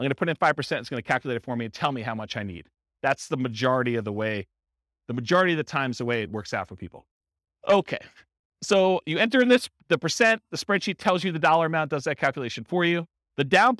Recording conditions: live audience